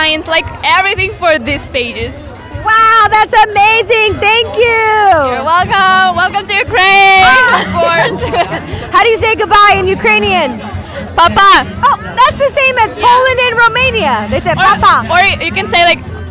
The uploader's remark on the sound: While at Fusiondary, I walked around with a microphone and recorded what some attendees had to say. I talked to people from seven different countries.